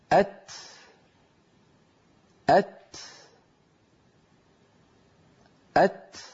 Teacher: الهمس نفس يتبع حرف التاء